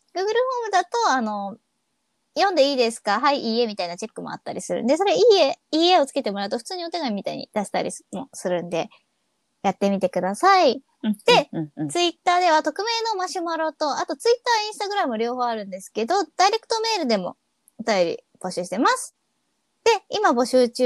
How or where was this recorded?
video call